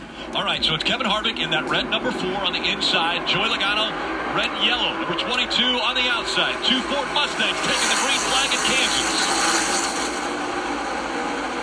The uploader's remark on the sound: We’ll finish with sound from the first major sporting event in Kansas City since the shutdown in mid-March. You’ll hear how the Super Start Batteries 400 sounded. To the final laps of the hotly contested NASCAR Cup race in KCK.